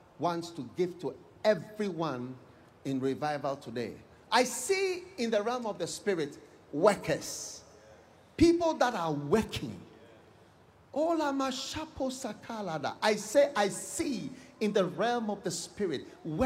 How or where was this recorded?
live audience